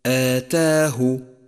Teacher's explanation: رققت لأنها سبقت بحرف مرقق هو التاء · Term: ترقيق الألف